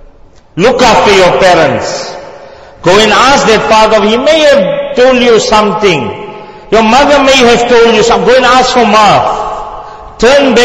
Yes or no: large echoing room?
yes